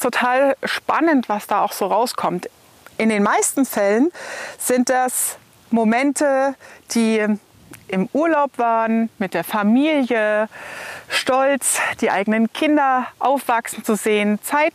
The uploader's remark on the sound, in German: Diese Folge habe ich dir mitten in der Wüste aufgenommen. Es war sehr windig, was die Soundqualität beeinträchtigt.